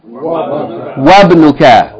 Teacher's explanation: we don't pronounce the vowel of Hamza Tilwasl because there's a letter before it